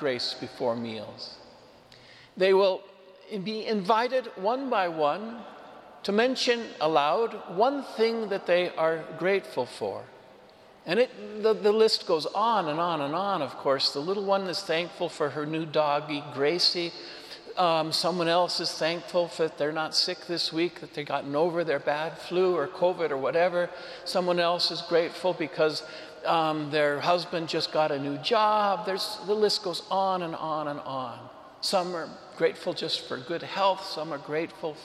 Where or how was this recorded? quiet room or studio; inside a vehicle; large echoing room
large echoing room